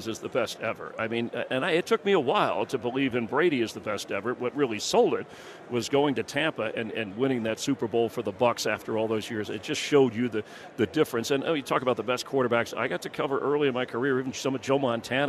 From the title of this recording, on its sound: live from Radio Row